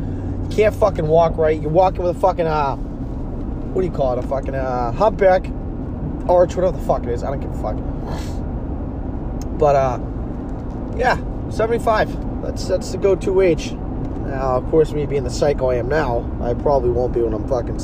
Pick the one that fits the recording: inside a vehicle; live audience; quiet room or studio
inside a vehicle